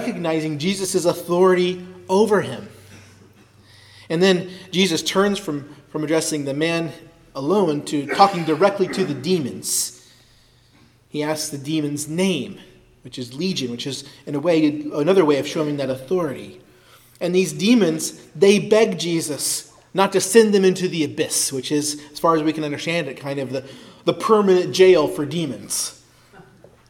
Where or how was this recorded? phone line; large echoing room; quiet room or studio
large echoing room